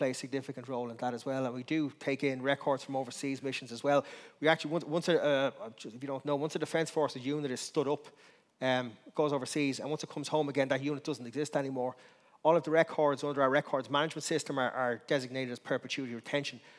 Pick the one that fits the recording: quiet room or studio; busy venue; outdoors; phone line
busy venue